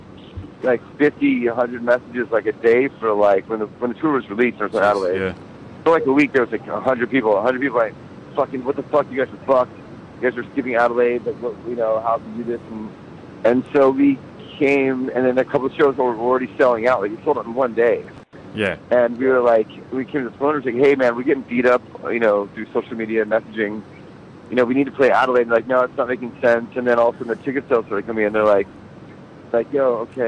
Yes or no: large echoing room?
no